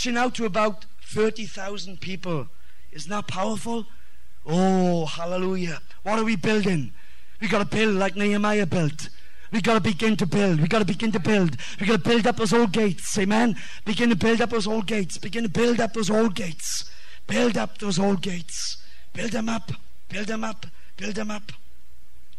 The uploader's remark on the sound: Revival message Preached at West Apostolic Church TX.